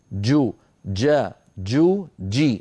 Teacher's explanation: الجيم الفصيحة محبوسة الصوت